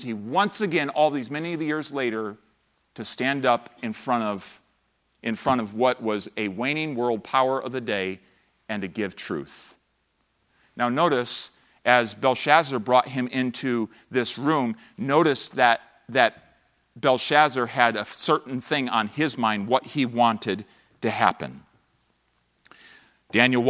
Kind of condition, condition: setting, large echoing room